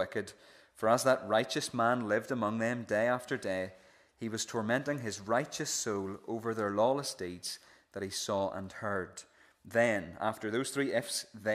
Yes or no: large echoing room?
yes